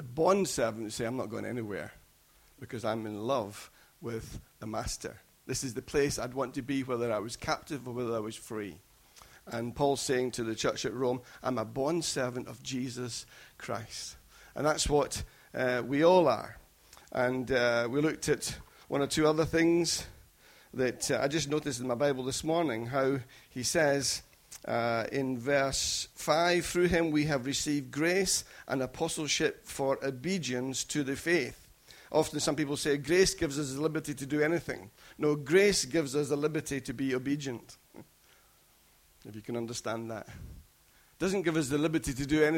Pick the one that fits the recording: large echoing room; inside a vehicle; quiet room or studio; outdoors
large echoing room